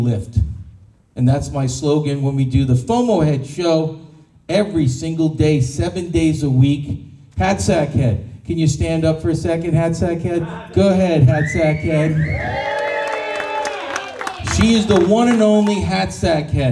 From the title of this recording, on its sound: Pitch Night at NFT Connect - Austin TX. - June 6, 2022 - Open Mic